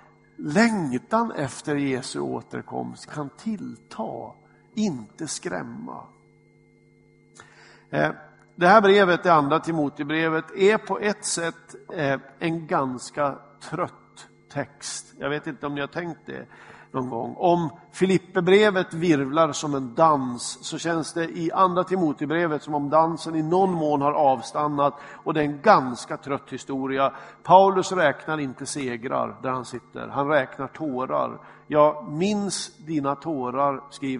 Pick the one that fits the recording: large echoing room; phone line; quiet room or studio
large echoing room